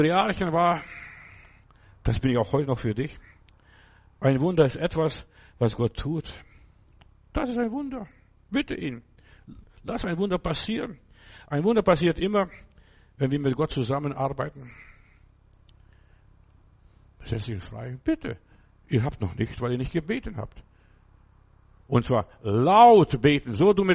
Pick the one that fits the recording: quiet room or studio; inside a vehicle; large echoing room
large echoing room